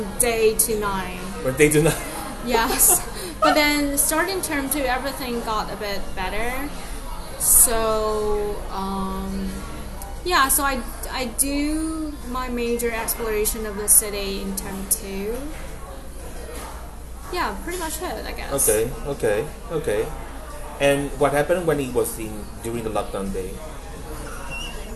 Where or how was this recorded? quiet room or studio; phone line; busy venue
busy venue